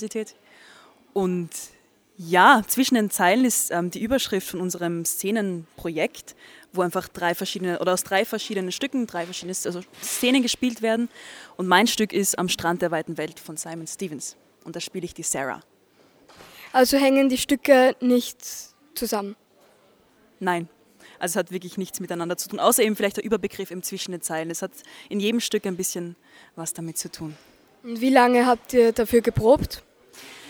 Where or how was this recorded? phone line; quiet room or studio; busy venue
busy venue